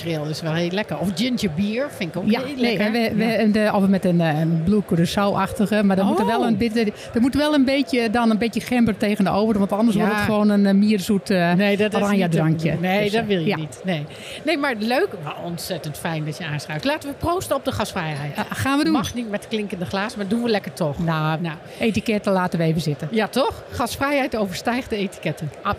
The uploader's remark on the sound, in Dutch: Ook deze aflevering hebben we weer opgenomen op de beurs Gastvrij Rotterdam.